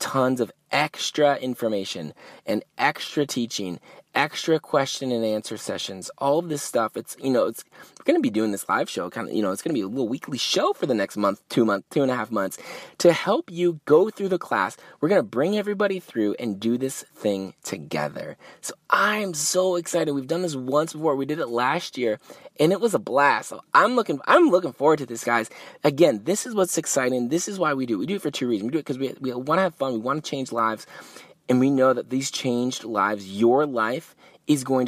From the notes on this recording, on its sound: Yes, I Recorded This One in the Car. I couldn’t wait to go home and record in the studio, I had to record this and get it to you!